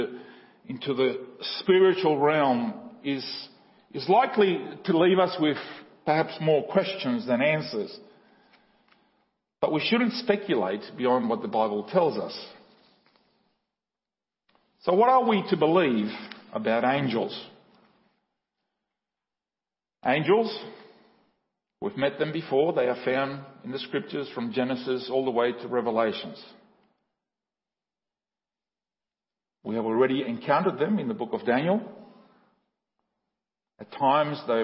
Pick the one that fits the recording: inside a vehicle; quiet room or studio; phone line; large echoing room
large echoing room